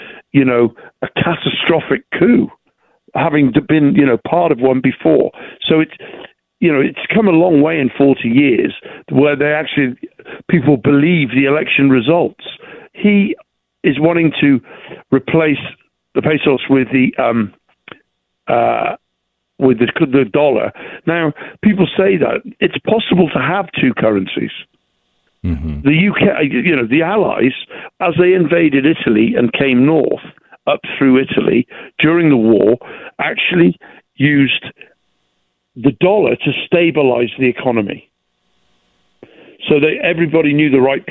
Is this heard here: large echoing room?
no